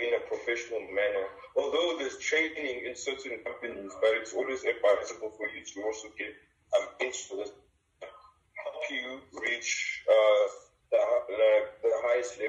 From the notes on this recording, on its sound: Had a telephone Call